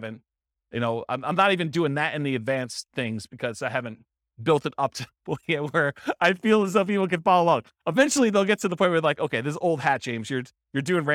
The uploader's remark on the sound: This was a live class recorded